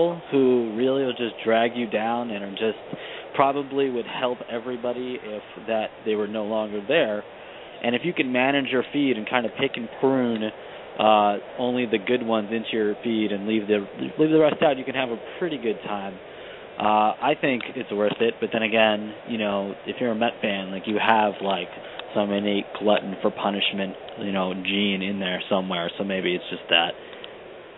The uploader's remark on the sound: LIVE at Blue Haven in NYC. With Game 7 of the NBA Finals in the backdrop.